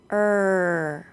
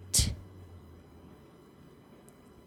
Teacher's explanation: Both the unvoiced TH and the R sound are continuous consonants, meaning the sounds can be said for a long time · Shown in: first take · not like a T sound or D sound, which can only be said one time.